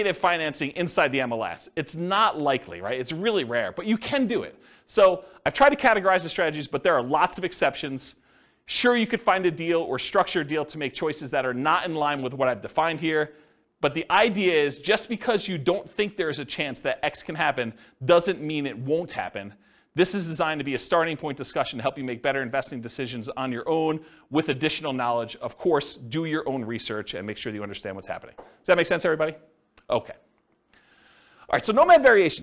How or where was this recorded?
live audience